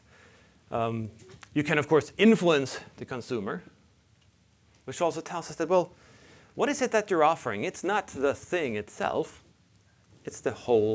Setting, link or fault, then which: setting, large echoing room